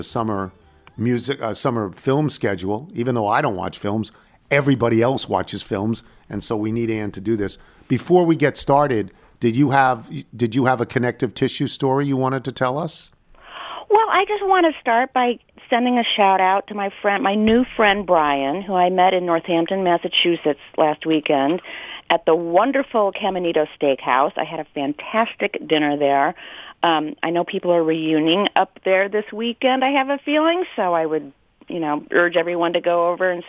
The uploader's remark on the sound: phones